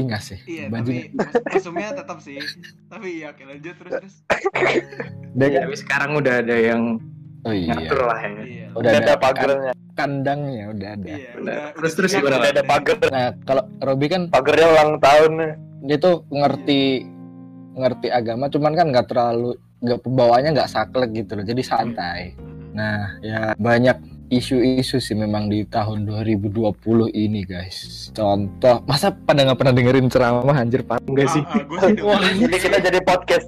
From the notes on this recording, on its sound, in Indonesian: Direkam di rumah masing - masing menggunakan aplikasi Discord.